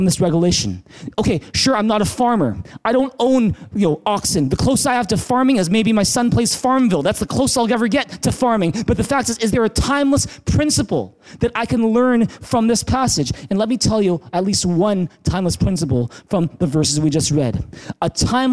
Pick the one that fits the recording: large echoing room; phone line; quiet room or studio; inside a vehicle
large echoing room